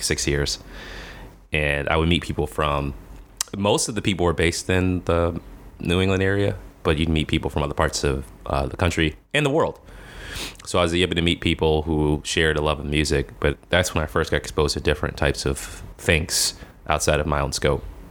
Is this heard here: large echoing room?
no